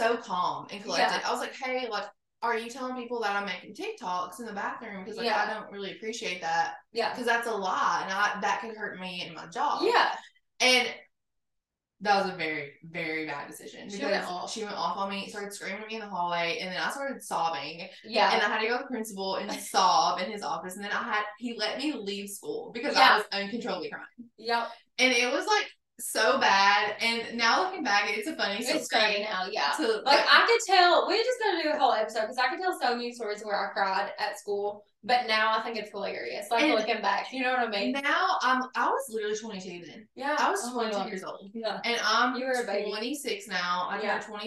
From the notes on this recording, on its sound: The sound is not great on this episode bc we only had one mic and placed it in the middle :/ that didn't really work lol.